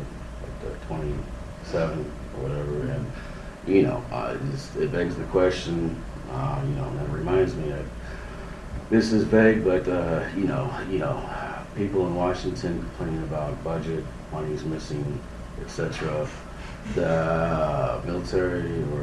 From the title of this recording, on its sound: Live From Alien Con